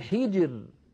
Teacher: الراء ساكنة وقبلها الجيم ساكنة وقبلها الحاء مكسورة، إذا نرقق هذه الراء وكأنها ري، كأنها مكسورة.